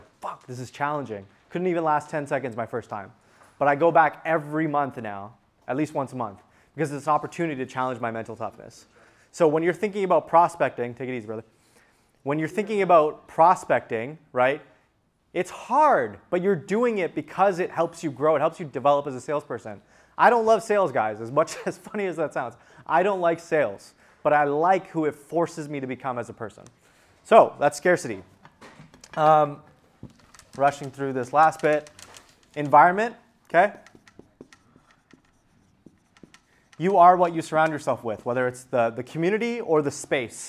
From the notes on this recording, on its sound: This episode is a recording of a workshop that I delivered at the Untap Your Sales Potential Mastermind. There are a few cuts throughout the episode in order to remove some of the long gaps during the activity portions.